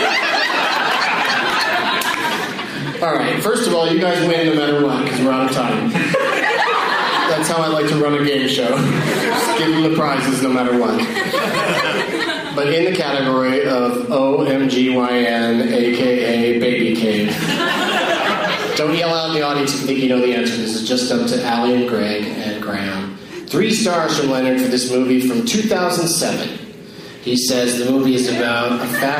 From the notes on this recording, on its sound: against audience members at The Improv in Ontario, California